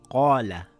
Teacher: The qaf is a heavy letter. The alif also becomes heavy. It will make an ah sound. · Term: heavy sound